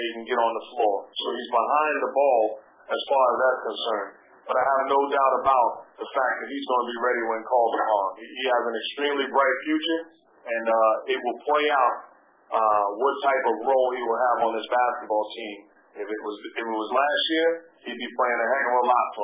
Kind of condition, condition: link, phone line